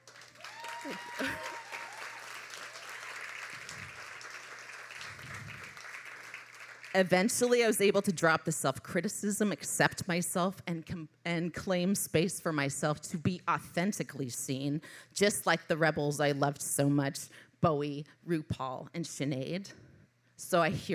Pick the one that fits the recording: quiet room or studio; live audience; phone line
live audience